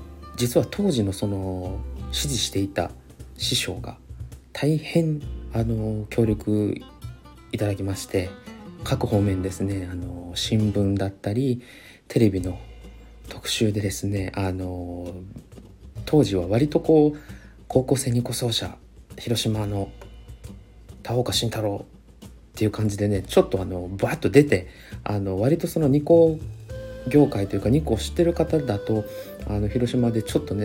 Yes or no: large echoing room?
no